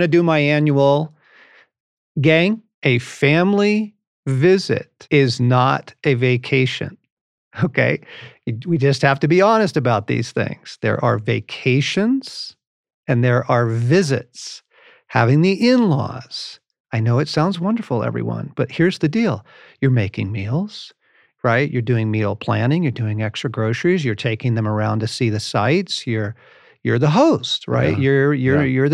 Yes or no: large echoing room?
no